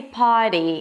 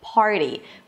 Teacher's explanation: there are some dialects in the U.S. alone that drop the R before a consonant · Shown in: first take · and may say potty instead of party.